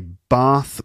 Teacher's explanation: And you might have heard me mention the Bath Trap split before. In southern areas, people tend to say Bath with an R sound. And in northern parts, people tend to say Bath with an A sound.